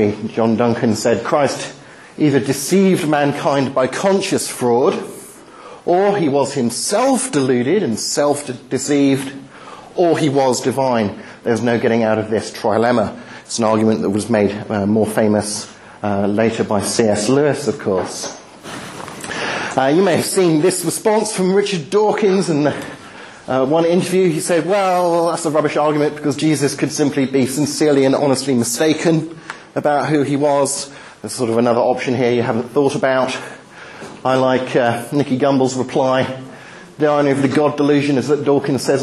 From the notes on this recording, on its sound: Talk delivered at the Highfield Church Reasonable Faith course 20/03/11